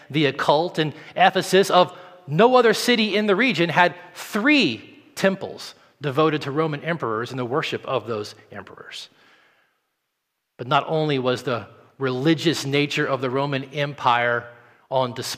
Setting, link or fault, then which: setting, large echoing room